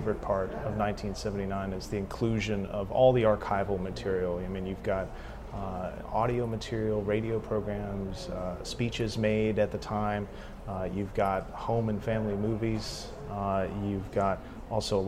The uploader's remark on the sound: Interview recorded at GDC 17.